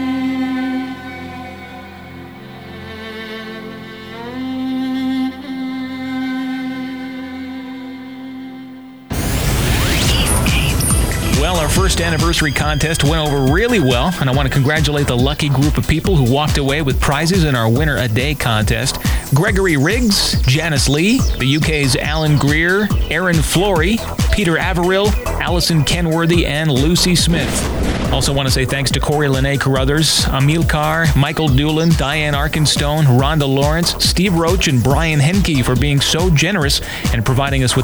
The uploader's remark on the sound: On the phone for this interview. Home in Seattle on the patio having some coffee and enjoying the fresh air.